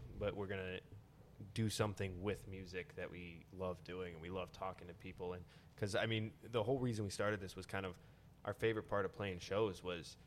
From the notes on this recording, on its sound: Live at Lo Rez Brewing in Chicago.